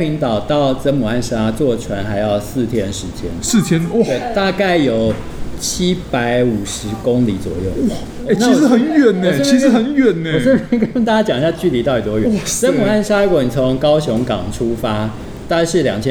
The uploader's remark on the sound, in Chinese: 本集白噪音指數：蚊風級 1/5。錄音地點： 明星咖啡館 - Cafe Astoria。